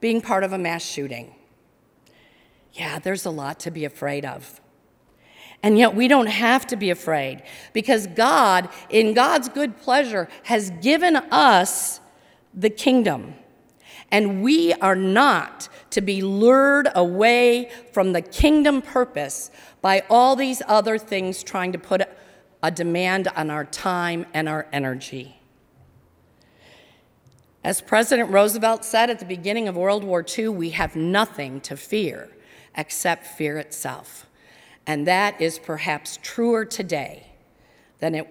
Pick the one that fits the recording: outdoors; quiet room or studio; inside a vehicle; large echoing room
large echoing room